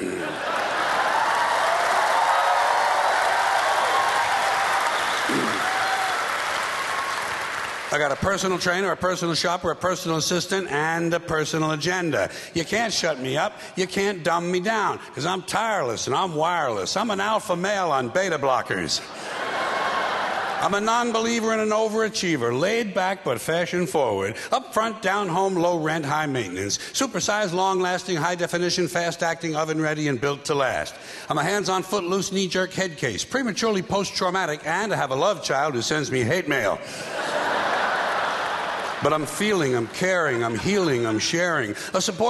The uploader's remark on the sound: Was recorded live during his HBO special.